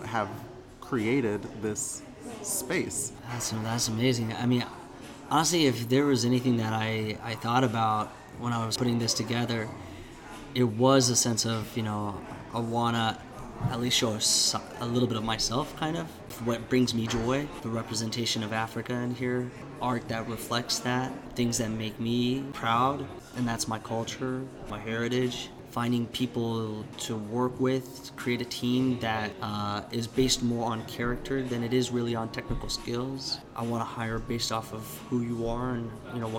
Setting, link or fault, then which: setting, busy venue